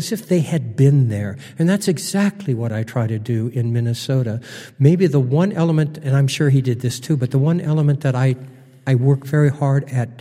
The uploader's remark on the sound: Recorded on stage at The College of St. Scholastica in Duluth.